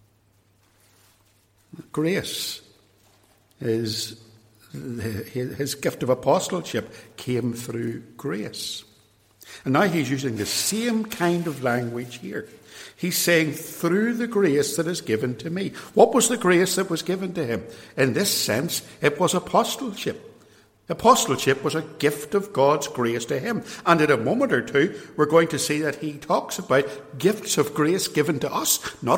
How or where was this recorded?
large echoing room